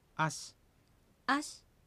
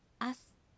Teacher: S ですが、しを弱く発音します。まれに、弱く、すに聞こえる場合もあります。